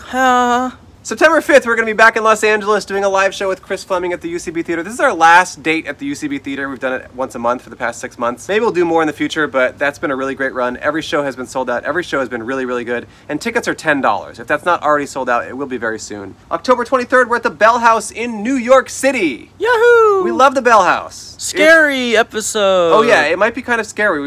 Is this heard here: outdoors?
yes